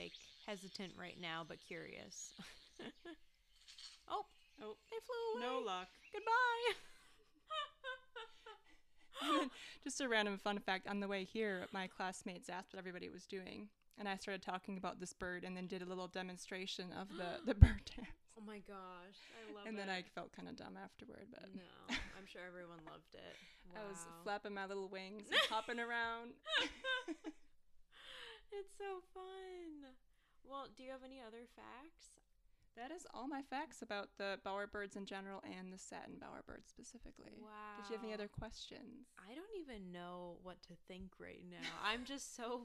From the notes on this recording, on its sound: The audio for this episode is lower than usual.